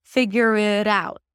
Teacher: I pronounce it as a flap T, which sounds like a D or a very light D. · IPA: ˈfɪɡjər əɾ aʊt